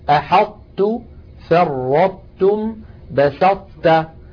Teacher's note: ينطبق المخرج على الحرف الأول من غير قلقلة وينفتح على الحرف الثاني الذي هو التاء · Term: الإدغام الناقص